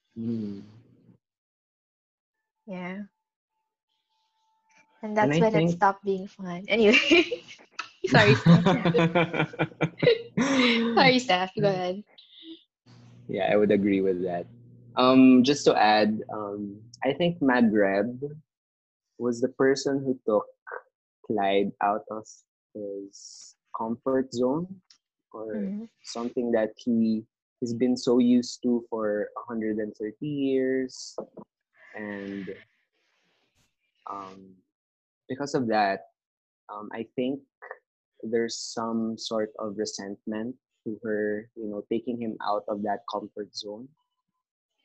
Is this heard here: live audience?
no